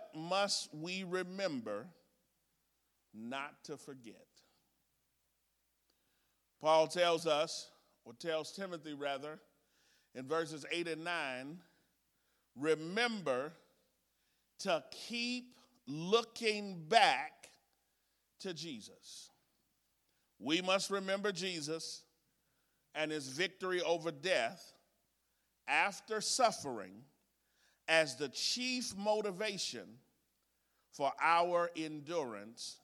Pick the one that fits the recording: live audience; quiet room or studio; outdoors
live audience